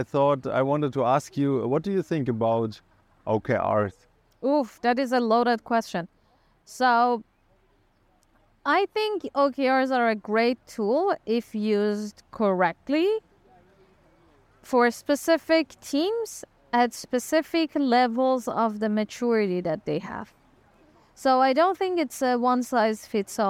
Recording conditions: outdoors